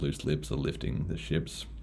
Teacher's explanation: you've got both the rhyme there of lips and ships, as well as the alliteration of the L sound